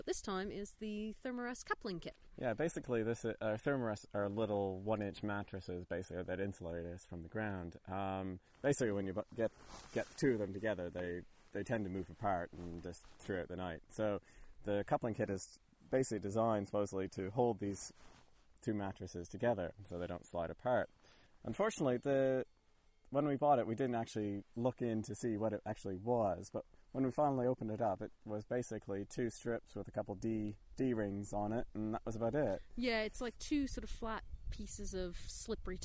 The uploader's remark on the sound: Presenting our third bicycle show, recorded high on a hilltop in France, between Montbeliard and Besancon, overlooking the Doubs river.